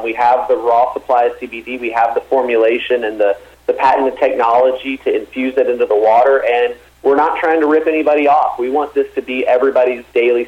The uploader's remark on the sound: called back in to SmallCapVoice.